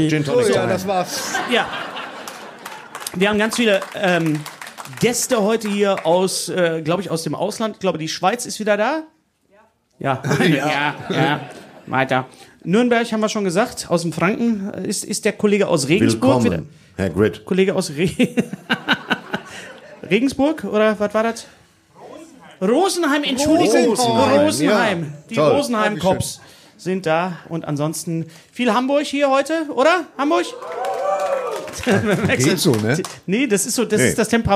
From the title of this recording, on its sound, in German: Live auf der Reeperbahn